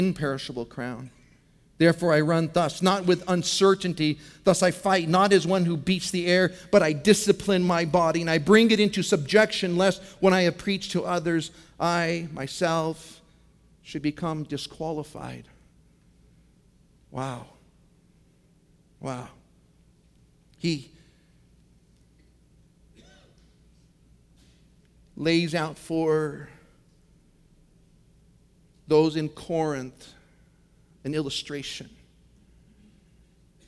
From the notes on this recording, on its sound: from the 2015 Southwest Men's Conference, Straight Up